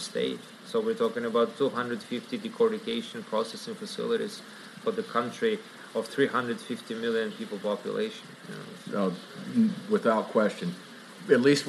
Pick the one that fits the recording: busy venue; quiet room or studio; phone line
busy venue